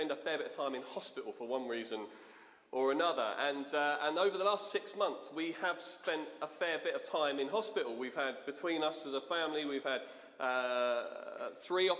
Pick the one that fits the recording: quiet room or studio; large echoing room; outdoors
large echoing room